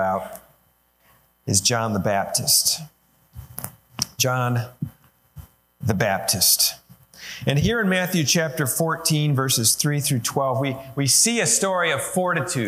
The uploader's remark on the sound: Sermon recorded live at Holland FMC, located in Holland, Ohio, USA.